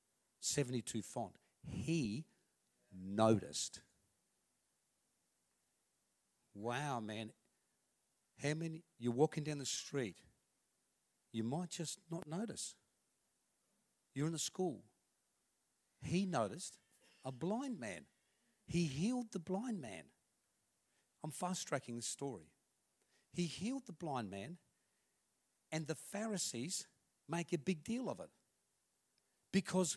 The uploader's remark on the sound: This message was recorded on 19/05/2019 at River Edge Church, the 11am gathering.